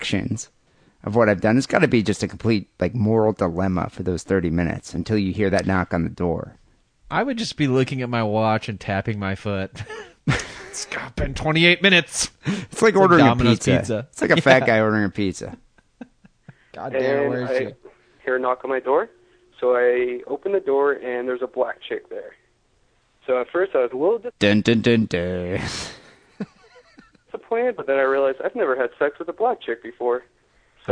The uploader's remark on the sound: Phone calls and listener email.